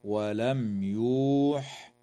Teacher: وتظهر الميم الساكنة عند الياء في قوله تعالى: ولم يوح